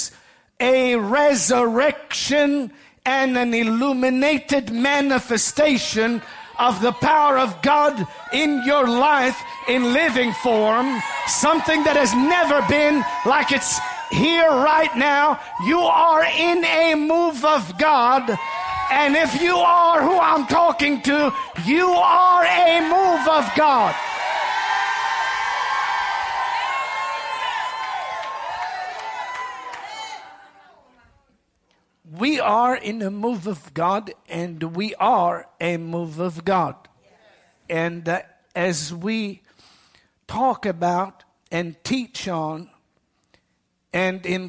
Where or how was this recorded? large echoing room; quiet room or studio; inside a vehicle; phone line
large echoing room